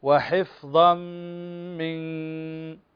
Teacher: إن إلهكم لواحد رب السماوات والأرض وما بينهما ورب المشارق إنا زينا السماء الدنيا بزينة الكواكب وحفظا من كل وحفظا لا لا من الفاء اسمعي وحفظا من وحفظا لا لا من انت تقلقلي الفاء، الفاء لا تقلقل، وحفظ وحف فاء همس فلا تقلقل، لان السبب في القلقله هو الشده والجهر، انحباس النفس وانحباس الصوت في هذا الحرف هو الذي يؤدي لهذا الاضطراب او لهذا التحريك للحرف.